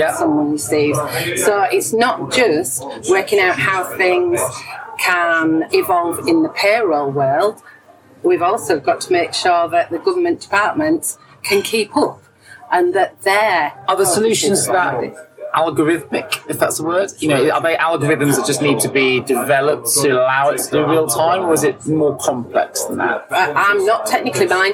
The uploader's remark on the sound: Recorded live after the recent CIPP annual Excellent Conference and Awards in Birmingham at the Hilton Metropole (so please excuse the background noise).